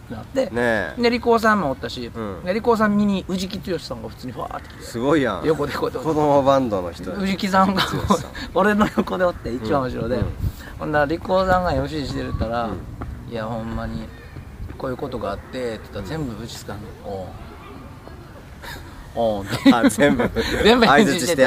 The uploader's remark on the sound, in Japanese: お外で収録してみました！